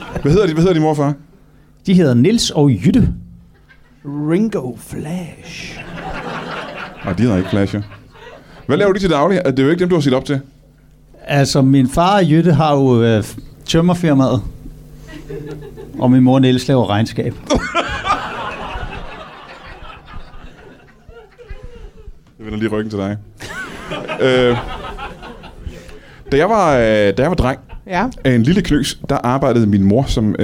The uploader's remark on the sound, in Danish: LIVE fra 27b i Kolding. Optaget live på alletiders 27b i Kolding foran et levende publikum.